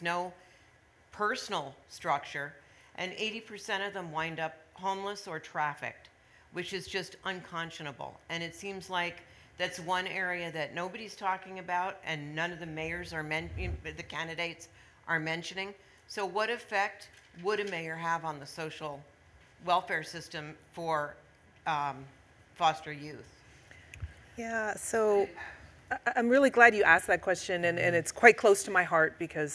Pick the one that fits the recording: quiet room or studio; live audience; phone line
live audience